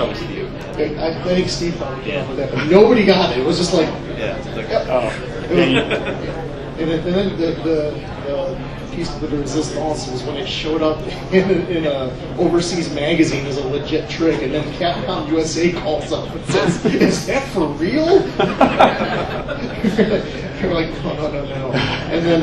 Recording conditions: background noise